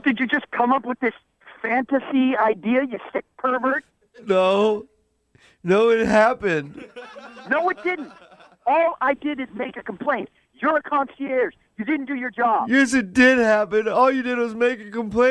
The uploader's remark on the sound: In today's phone tap